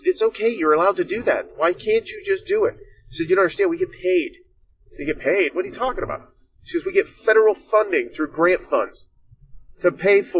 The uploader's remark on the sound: This episode was delayed, unfortunately due to some technical difficulties. Please excuse some of the sound quality as I am working through some kinks.